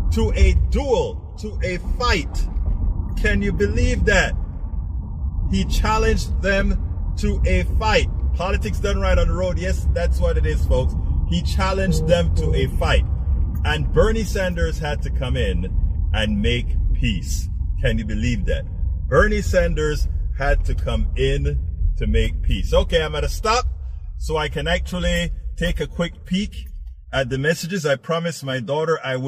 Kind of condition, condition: setting, inside a vehicle